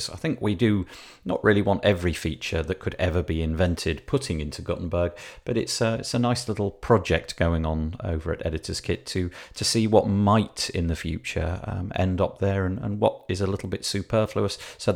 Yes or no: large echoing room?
no